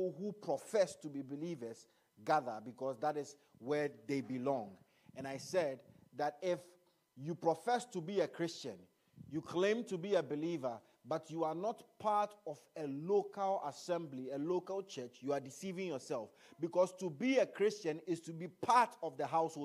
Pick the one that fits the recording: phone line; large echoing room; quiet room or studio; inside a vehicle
large echoing room